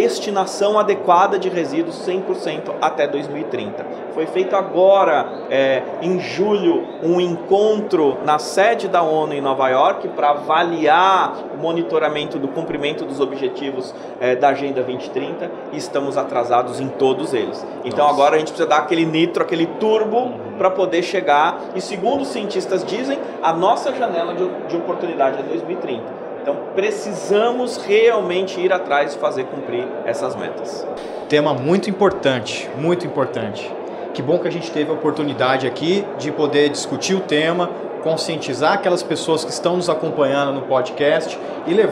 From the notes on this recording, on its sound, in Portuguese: A gravação aconteceu durante a 2ª edição do Simpósio Cidades Inteligentes, realizado pelo Crea-SP, em parceria com o Confea e Mútua-SP, nos dias 4 e 5 de agosto, na cidade de Santos, litoral de São Paulo. O evento reuniu profissionais do setor e membros do poder público.